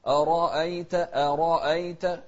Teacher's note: عشان نوضح تفخيم الراء لازم نبين الترقيق في الهمزة